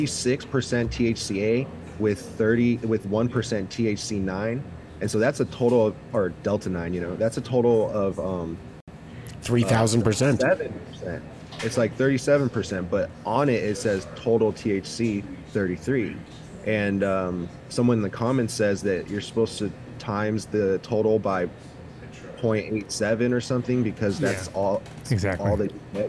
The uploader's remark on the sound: joining the show from beautiful Greece in fact he’s told us he will be on a rooftop across from the Acropolis